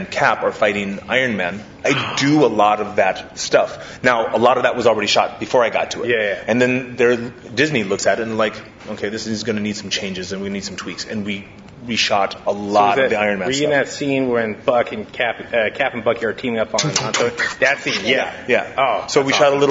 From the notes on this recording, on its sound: Live from the San Diego Comic Con.